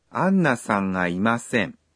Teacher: «Га» произносится в нос, но вас поймут, даже если вы произнесете просто «га».